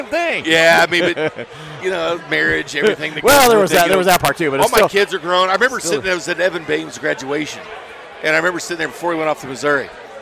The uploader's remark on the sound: Hour two live from Cinder Block Brewery